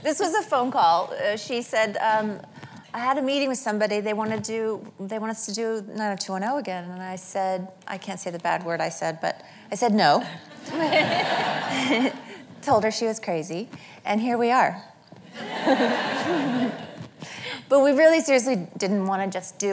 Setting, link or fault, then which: setting, live audience